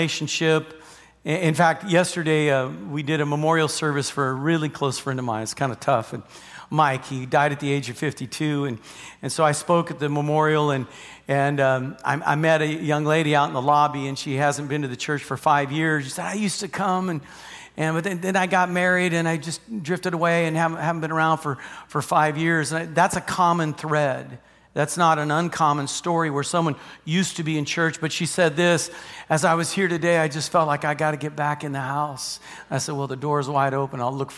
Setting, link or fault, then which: setting, large echoing room